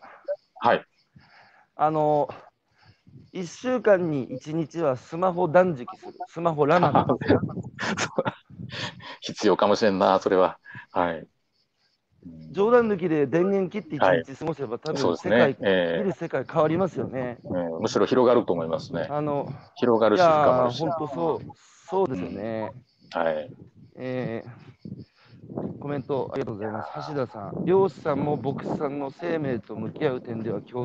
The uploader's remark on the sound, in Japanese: 歩きながら1時間、対談する